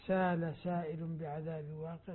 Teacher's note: وسائل طبعا لازم ست حركات